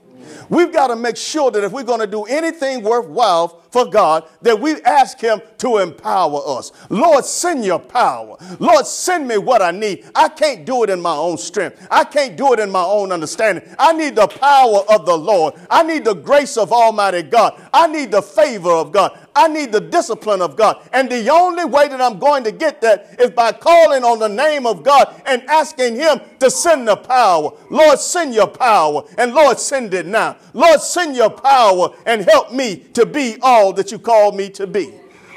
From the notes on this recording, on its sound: Sermon preached from Wesley AME Zion Church.